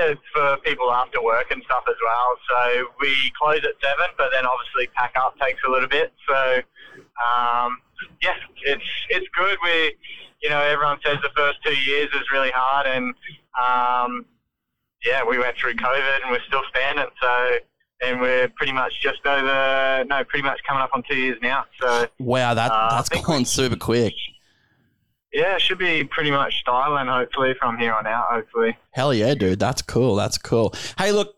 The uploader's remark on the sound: jumps on the phone